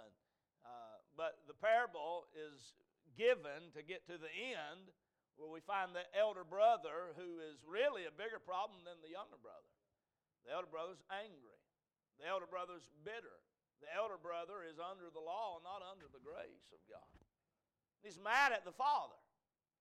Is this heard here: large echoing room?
yes